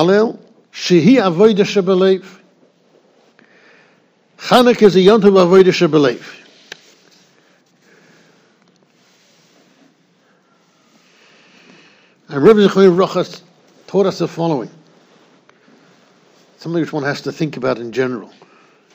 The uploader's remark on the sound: Shiur recorded in Yeshivas Ohr Reuven, Monsey, NY.